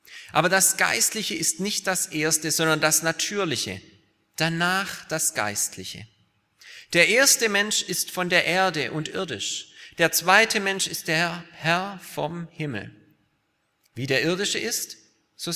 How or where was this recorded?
large echoing room